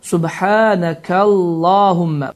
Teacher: Burada Allahumma sözündən əvvəl kəf hərfi gəlmişdir və kəf hərfinin hərəkəsi fəthə olduğu üçün Allahumma sözü qalın formada oxunacaqdır